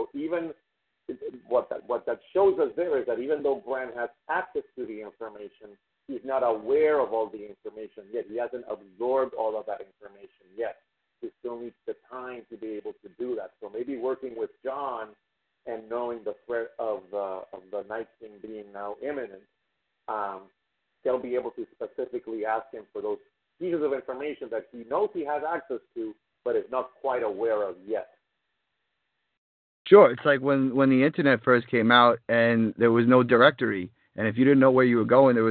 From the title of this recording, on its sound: Fan Call In Show